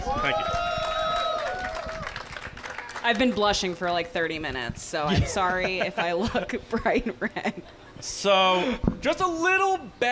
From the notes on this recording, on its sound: TRB Live Podcast Event. TRB held a live podcast event during Star Wars Celebration. We also did a live crowd-participation version of our segments.